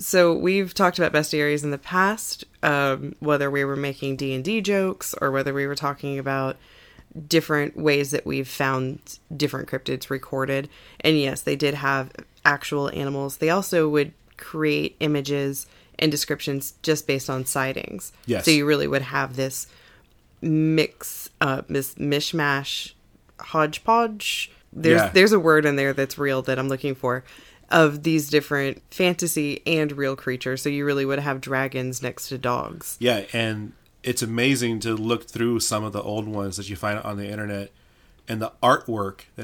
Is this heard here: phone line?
no